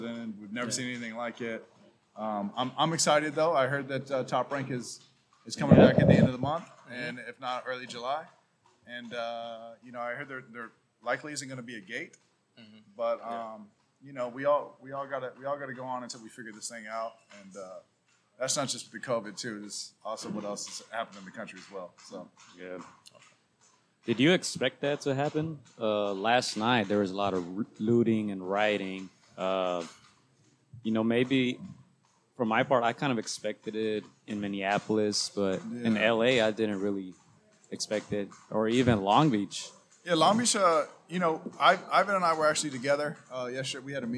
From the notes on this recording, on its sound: LIVE from Jackrabbit Boxing gym in Long Beach, CA